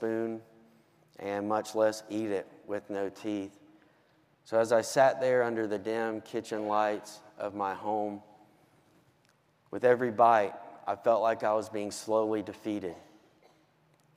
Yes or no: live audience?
yes